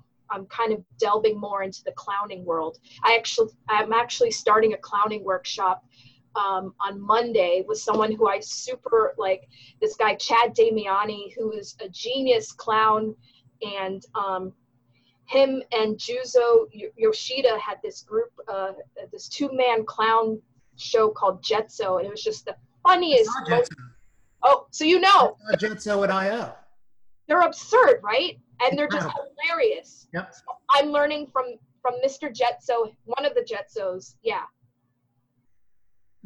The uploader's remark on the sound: Recorded via Zoom